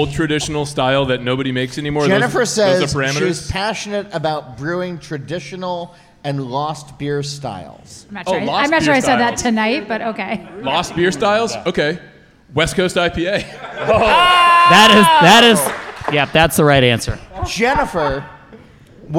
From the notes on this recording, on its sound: A special live audience episode of the podcast. Recorded on location at Jack's Abby Craft Lagers in Framingham, Massachusetts.